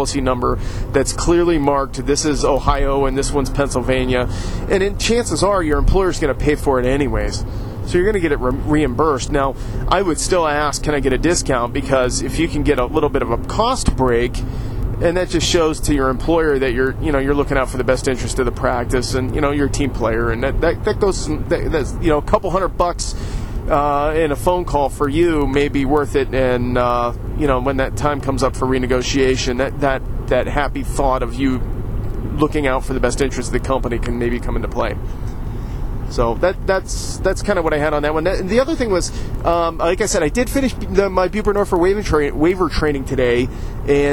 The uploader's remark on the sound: I recorded this show yesterday while driving to Cleveland to have a behind the scenes tour of the Great Lakes Brewery!